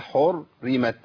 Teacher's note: تكرار الراء في حرمت ده خطأ